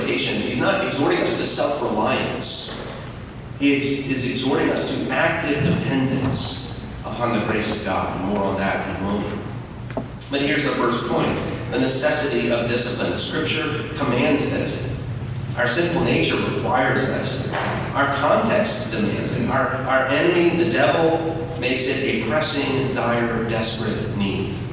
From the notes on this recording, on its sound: We apologize for the poor audio quality